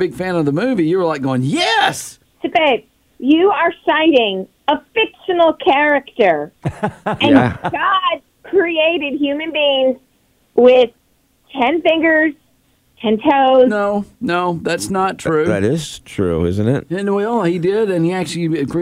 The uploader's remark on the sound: listeners call in with their comments